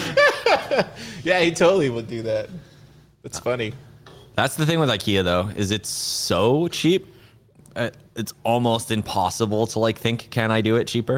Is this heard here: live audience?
yes